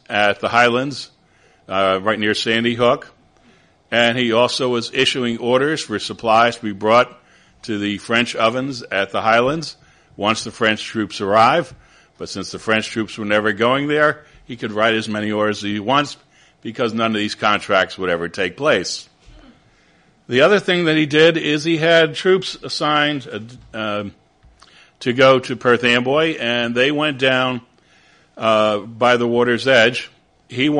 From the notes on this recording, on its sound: at the historic Fraunces Tavern in New York